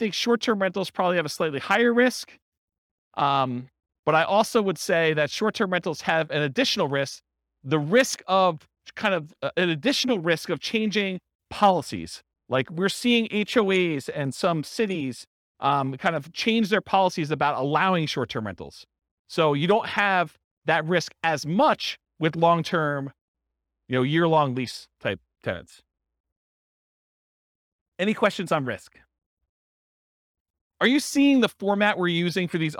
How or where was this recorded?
live audience